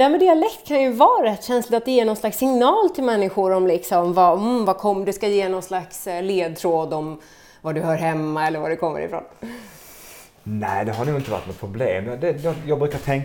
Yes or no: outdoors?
no